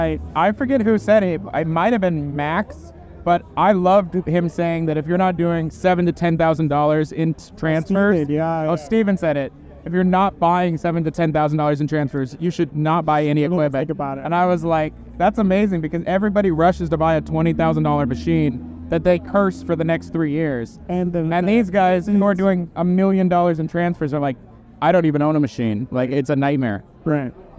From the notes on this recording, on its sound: broadcast live from the sun-kissed shores of Newport Beach at the Print Hustlers Conference 2023